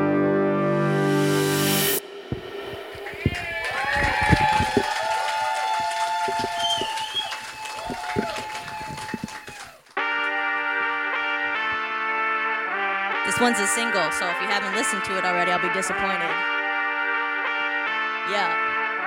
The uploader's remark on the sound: LIVE at Bub's Lower Level. With a live concert recorded on the day of the debut of her latest album. Decided to hold a celebratory party and concert at the basement level of Bubs Brewery.